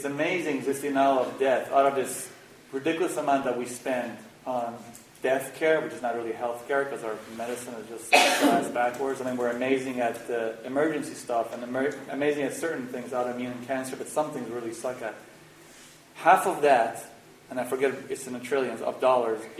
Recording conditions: poor sound quality